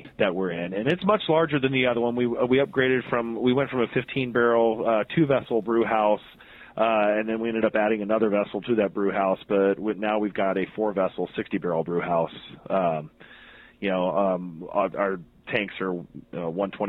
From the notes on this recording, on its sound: had the chance to talk to him on the phone